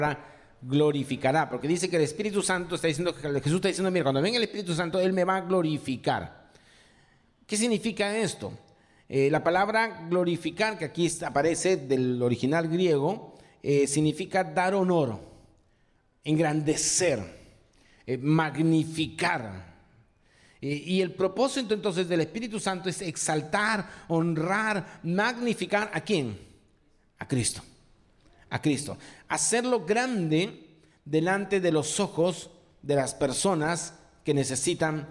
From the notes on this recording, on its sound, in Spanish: presentado en vivo el domingo 23 de abril de 2023